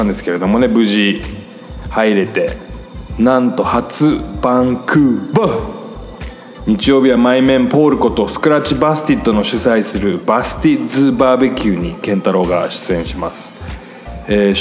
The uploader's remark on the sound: Live mix from "Low End Theory" on 20th Sep, 2017 (Los Angeles, California).